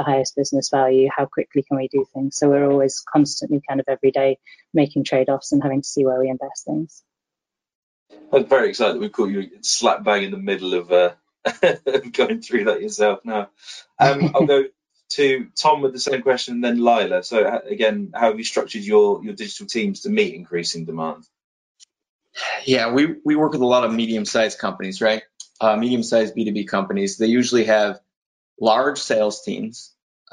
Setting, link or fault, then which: link, video call